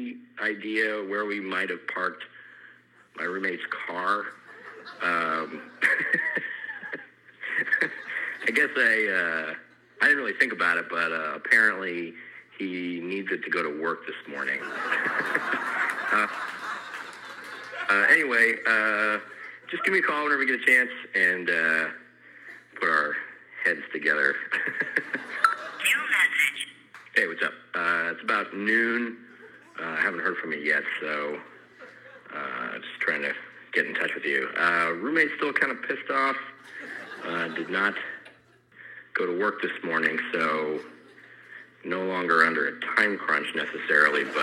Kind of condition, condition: setting, live audience